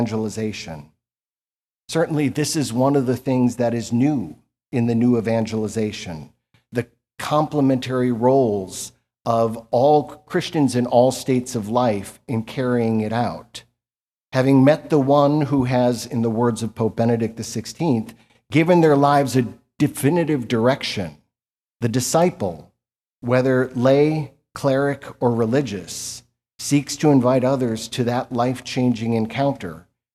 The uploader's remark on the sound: This lecture was given at the Catholic University of America on May 16, 2023 as part of the Thomistic Institute symposium.